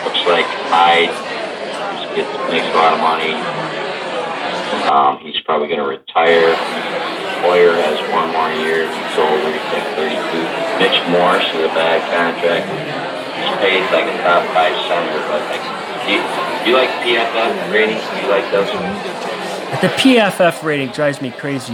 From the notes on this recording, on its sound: Live at The Superbowl.